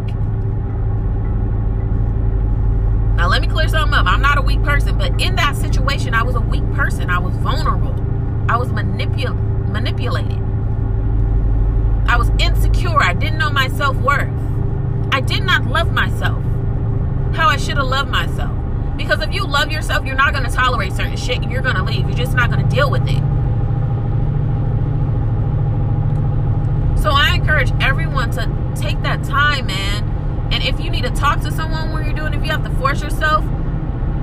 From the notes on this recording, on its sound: There is background noise my apologies in advance.